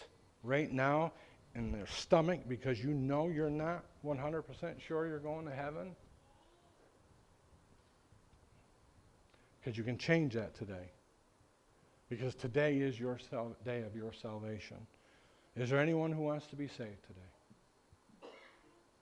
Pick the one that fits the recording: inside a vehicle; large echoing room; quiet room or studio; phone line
large echoing room